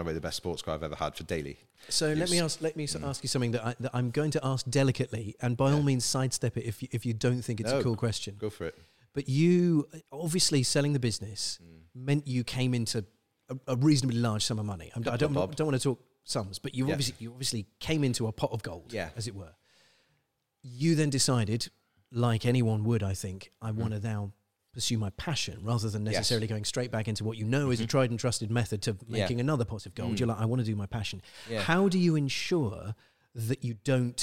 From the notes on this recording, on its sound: This weeks recording took place within the home of Baffle Culture - The Baffle Haus. Live from the Baffle Haus. A podcast recording is always extra-fun when surrounded by the most fantastic cars and bikes!